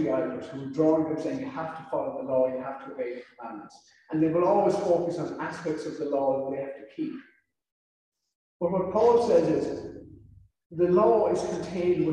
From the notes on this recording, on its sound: This sermon was recorded on July 25th at our in-person service. Due to the audio setup, the sound quality of this sermon is a bit poorer than others in this series.